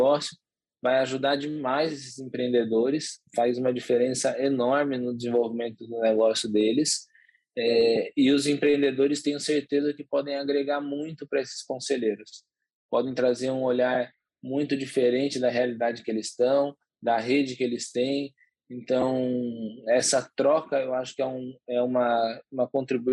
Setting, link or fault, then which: link, video call